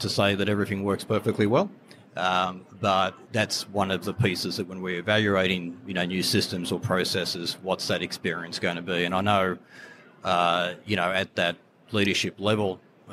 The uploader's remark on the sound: On location at Online Retailer 2019. The Live Podcast Series with NORA Network and Mouthmedia Network made a triumphant return to the Online Retailer expo floor.